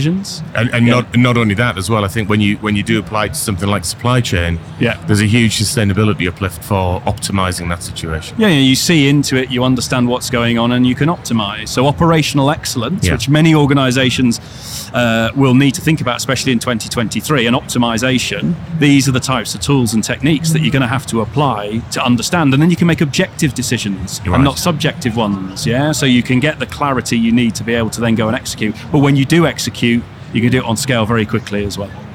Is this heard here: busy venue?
yes